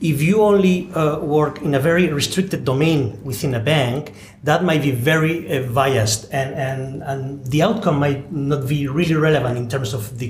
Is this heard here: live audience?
no